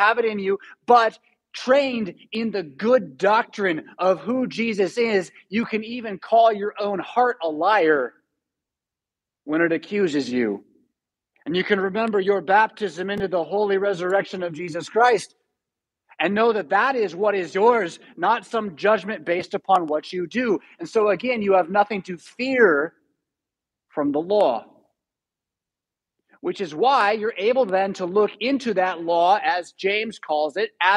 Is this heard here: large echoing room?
yes